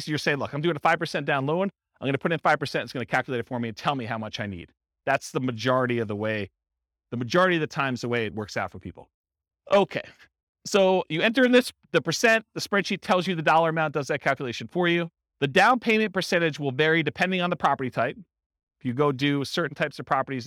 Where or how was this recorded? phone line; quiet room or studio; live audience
live audience